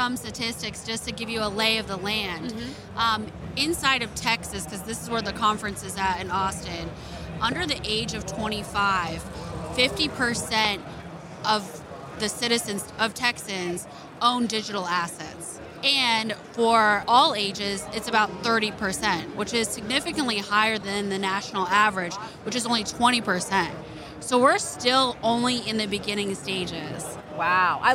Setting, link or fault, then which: setting, busy venue